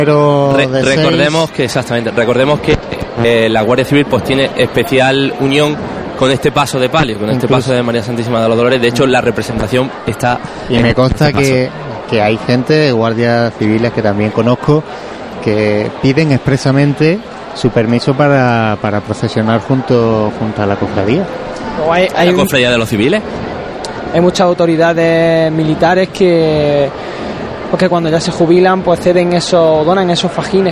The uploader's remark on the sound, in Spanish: Sonidos del paso de Jesús Preso a su paso por la calle Chinchilla.